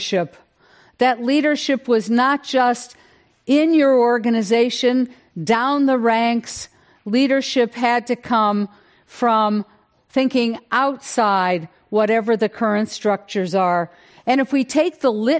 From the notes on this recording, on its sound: This program was recorded in front of a live audience at The Commonwealth Club of California in San Francisco on March 3rd, 2020.